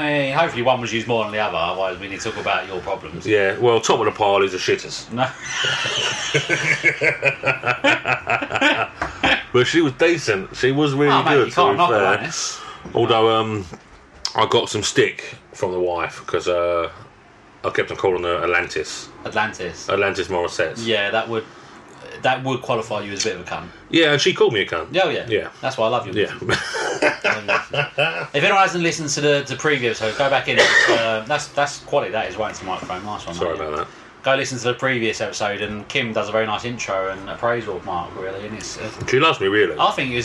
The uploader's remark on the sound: We are back, in a baking hot room, drinking gin and moaning. Sorry about the noise outside!